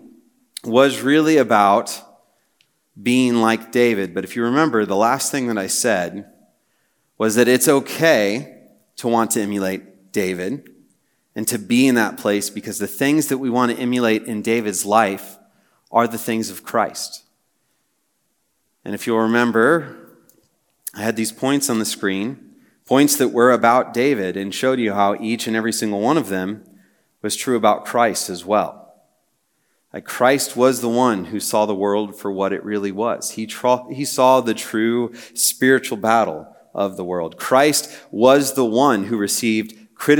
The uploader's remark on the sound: Message preached on March 23, 2023 at a Thursday Night Gathering of Coram Deo College Ministry.